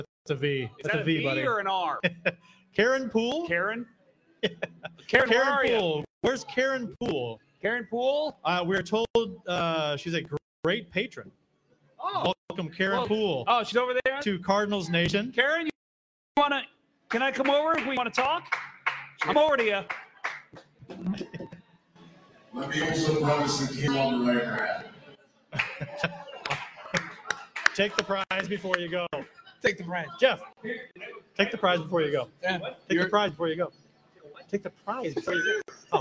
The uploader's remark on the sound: LIVE From Cardinals Nation in Downtown St. Louis!